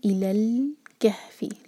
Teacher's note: لام پر تب تک زبان رکھیں جب تک کیف کے لیے منہ نہ کھل جائے. الی الکہف، کیف کے ہا سے، اور یہ جو ہا ہے یہ سینے سے نکلے گا، حلق سے نہیں.